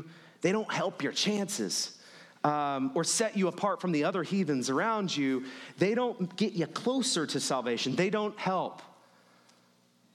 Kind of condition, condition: setting, large echoing room